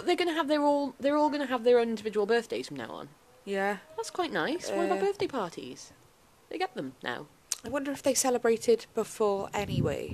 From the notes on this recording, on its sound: This week we are coming at you from ‘The Bistro Set’ with some top tier sound effects! Grunting and heavy breathing throughout like a creepy caller. My dribbling self who is exuding snot from every orifice at a rate of knots.